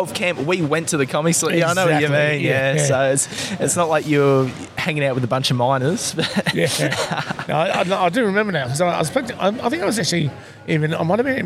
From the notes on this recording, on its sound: Today we ventured outside the studio. At the Shepparton Brewery prior to there comedy gig.